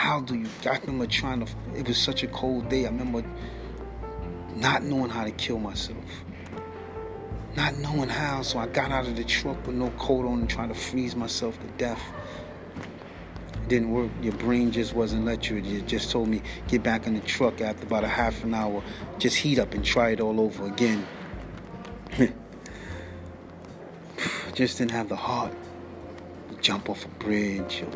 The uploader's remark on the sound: Please forgive me for all the background noice I taped my last two episodes at work and can’t control what goes.